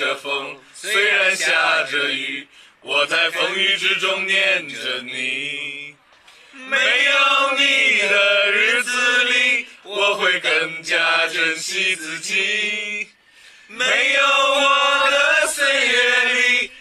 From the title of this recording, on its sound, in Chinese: 京津沪粤湘推友腐败团现场报道（三之二）